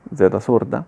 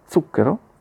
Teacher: la parola appunto zucchero, che si pronuncia con la zeta sorda